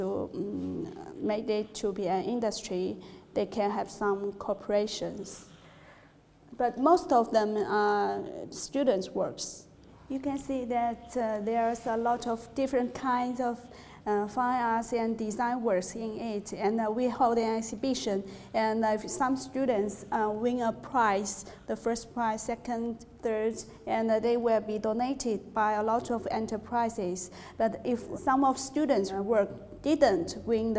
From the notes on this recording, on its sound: In this lecture series, held at The Learning Connexion school of creativity and art in Wellington, New Zealand